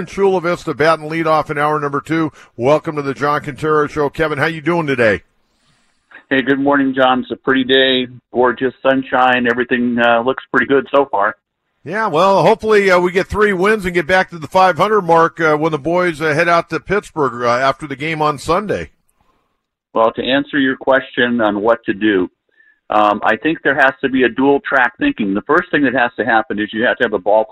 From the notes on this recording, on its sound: takes your phone calls